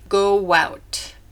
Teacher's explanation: In the phrase go out, use the W part of the first vowel as the bridge and say go out.